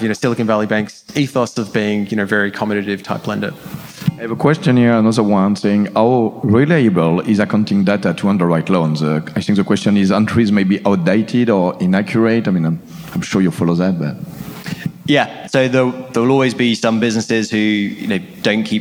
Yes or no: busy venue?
yes